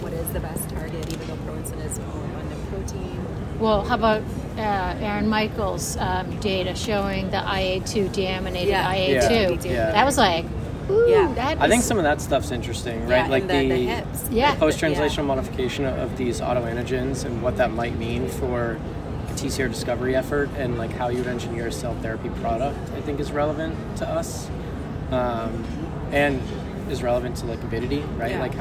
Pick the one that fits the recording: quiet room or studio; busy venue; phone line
busy venue